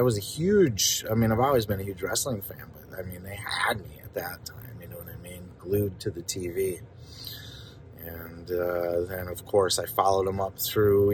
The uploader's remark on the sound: Forgive the audio qualify from in car reaction.